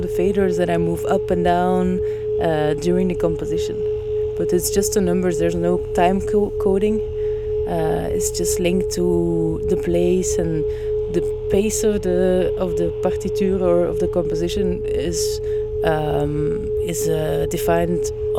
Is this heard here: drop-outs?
no